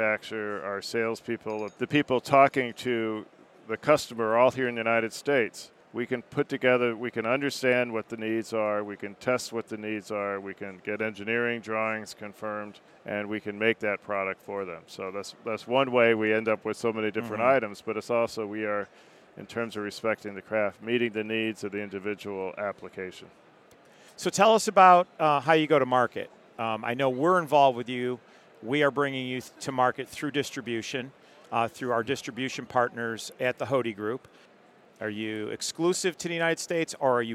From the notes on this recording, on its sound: This episode was recorded during the National Restaurant Show in Chicago.